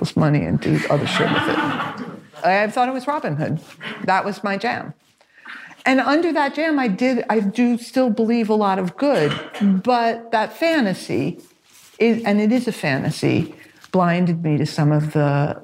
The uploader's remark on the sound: Live from A.I.R. Gallery. A live audience.